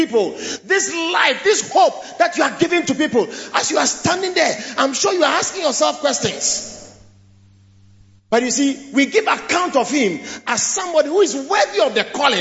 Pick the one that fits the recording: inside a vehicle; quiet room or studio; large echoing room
large echoing room